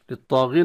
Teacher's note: الألف غير مرسومة لكن تنطق وهي مفخمة لأنها ملحقة بالطاء من حيث التفخيم ومن حيث الترقيق لو كان قبلها حرف مرقق، لكن هي مفخمة هنا.